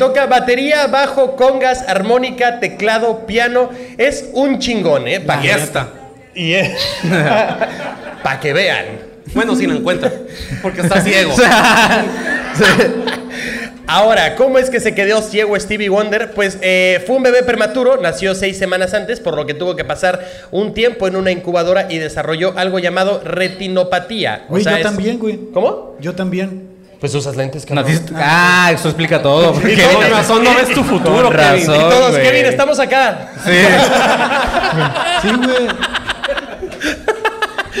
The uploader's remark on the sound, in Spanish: En Vivo Tijuana